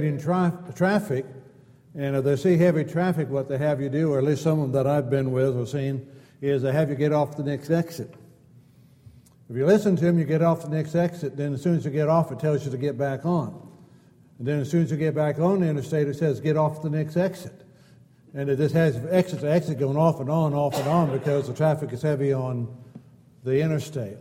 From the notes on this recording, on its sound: Downtown Church Of Christ Audio Sermon